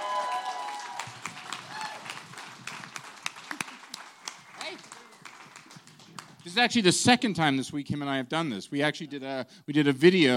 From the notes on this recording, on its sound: Talk shop following a screening of the series premiere at the Sundance Film Festival.